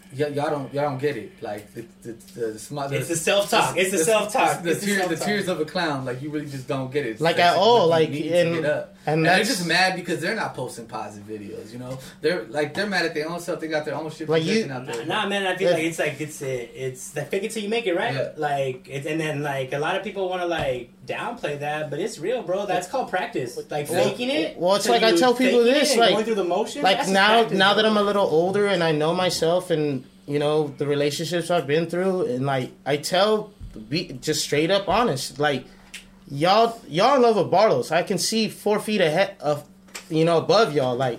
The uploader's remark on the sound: Filmed & Recorded Live From The Wreck Room On March 21,2022